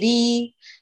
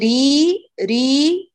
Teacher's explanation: ولو أمسكت عند المنطقة الواصلة بين الرقبة والرأس تشعري باهتزاز في الداخل، هذا معناه أنك أتيت بجهرية الحرف